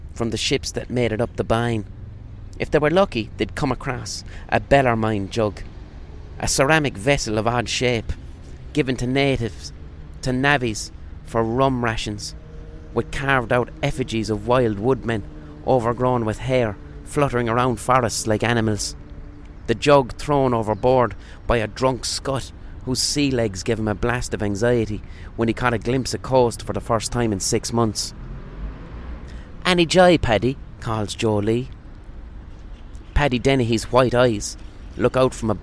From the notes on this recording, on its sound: Recorded on a park bench.